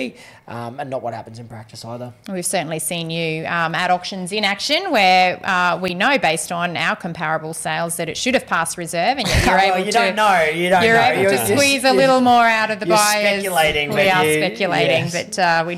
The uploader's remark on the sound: a special recording from the Brisbane Property Panel